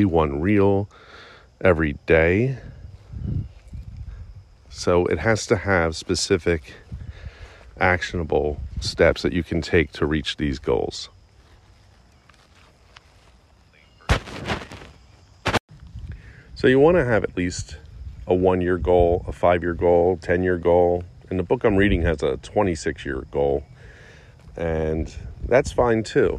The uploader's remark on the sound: I record the entire podcast while walking my dog